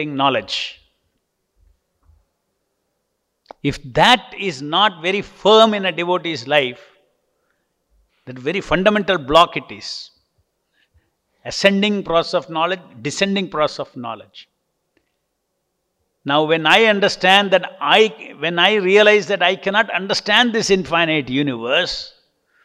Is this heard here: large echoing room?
yes